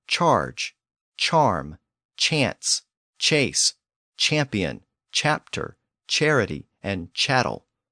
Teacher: French words that came into English during the first 3 centuries of Norman rule tend to have that earlier ch pronunciation.